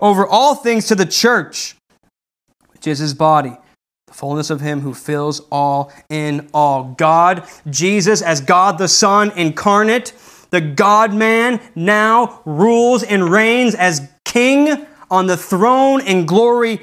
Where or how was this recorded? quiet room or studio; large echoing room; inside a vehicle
large echoing room